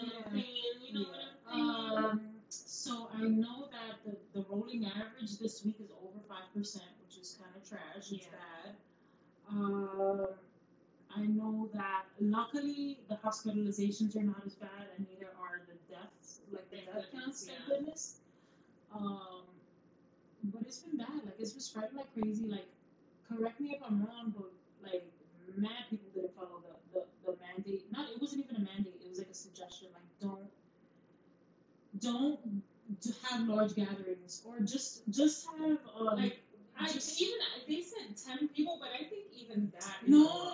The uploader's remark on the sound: Please excuse the audio guys volume all the way up!!